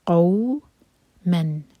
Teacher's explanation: یہ ہے قوماً، قوف پر فتحہ، قوف ہیوی ہے ساتھ میں واو مدلین، قو من. اب یہاں پر میم پر فتح کی تنوین اور نیکسٹ لیٹر ہے حمزۃ الوصل جس کو ہم پروناؤنس نہیں کریں گے.